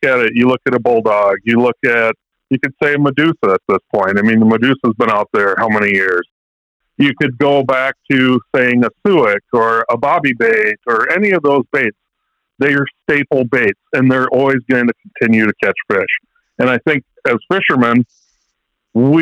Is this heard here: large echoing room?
no